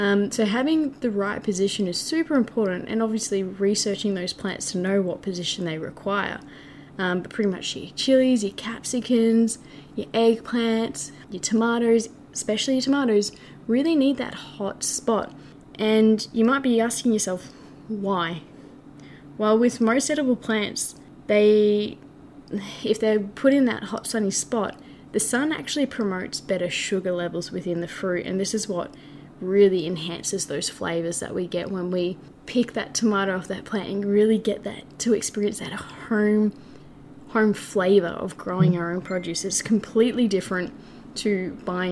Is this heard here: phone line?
no